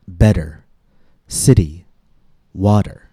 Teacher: This pronunciation of T, like a quick and light D, is known as the tap.